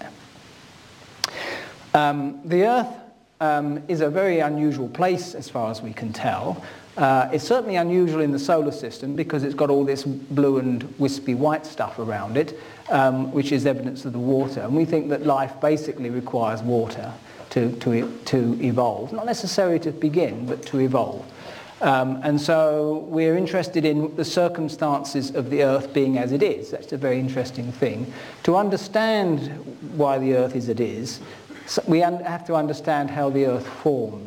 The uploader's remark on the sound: UCL Lunch Hour Lecture